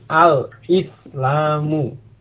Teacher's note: Diucapkan hamzahnya ketika dimasukkan alif lam. Karena itu hamzah qat'i. Jadi harus diucapkan dimanapun tempatnya.